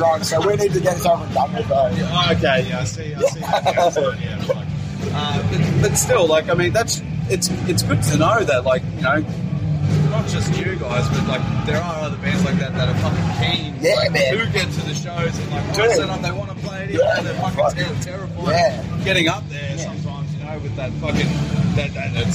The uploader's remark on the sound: I couldn't get them in the studio but this is exactly why the live format has come into play. The audio does get a little dicey here and there and towards the end the next band starts playing but hey, that's being live for you (also recording off a phone lel).